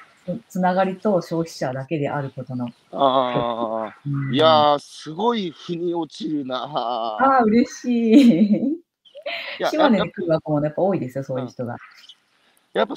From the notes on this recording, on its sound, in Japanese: 歩きながら1時間、対談する。